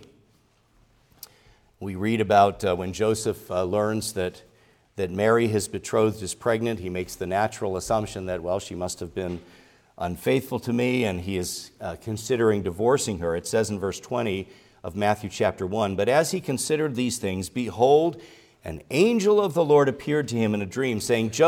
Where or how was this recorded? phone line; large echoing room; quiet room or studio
large echoing room